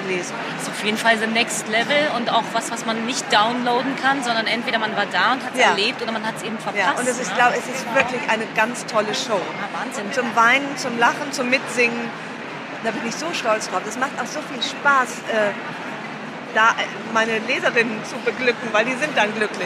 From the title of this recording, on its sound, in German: live von der Frankfurter Buchmesse